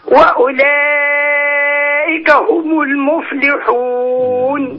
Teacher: عشان عايز أضم الميم بتاعت هم